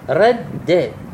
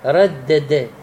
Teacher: رد د، يعني دائين أحدهما ساكنة والأخرى متحركة، من نجتمع حرفين الدالين مع بعضهما من جنس واحد أصليان ليس زائدان في كلمة واحدة وجب إدغامها، فتدخل الدال الساكنة في الدال المتحركة وتدغمها · Shown in: first take · فمن تقرأها هكذا رد، مو تقرأها ردد يعني بالدائين المفكوكين.